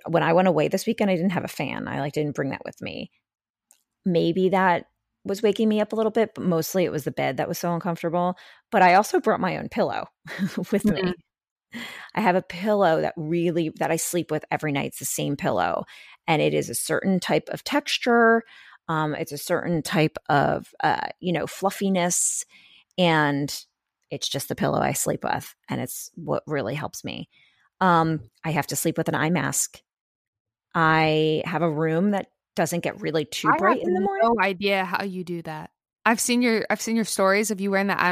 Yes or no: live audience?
no